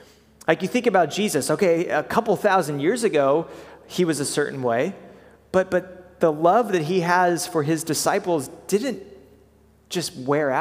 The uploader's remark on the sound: preached at Good Shepherd Oak Cliff